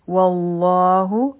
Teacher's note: واو به د لامي جلاله سره یوځیکو په واو باندې فتحه ده نو لامي جلاله به غټ وایو همزه الوصل به نه وایو اولنۍ لام به هم نه وایو